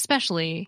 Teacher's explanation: A similar phenomenon happens in especially, pronounced specially. The first syllable is weak and is deleted. · Term: weak syllable elision